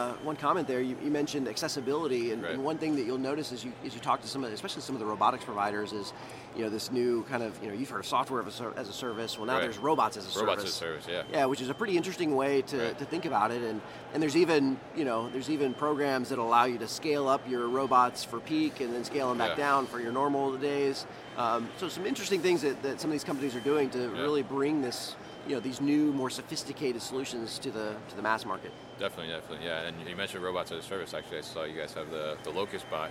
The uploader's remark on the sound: This was recorded at MODEX 2020.